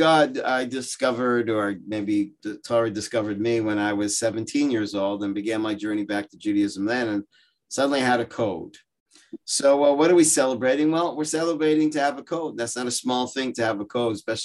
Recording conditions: video call